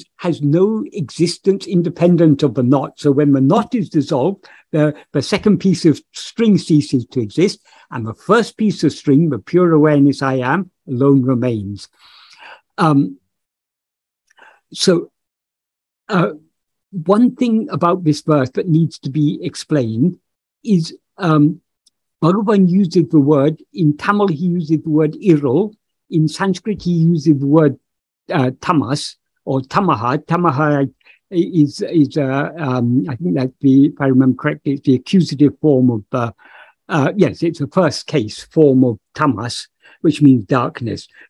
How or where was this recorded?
video call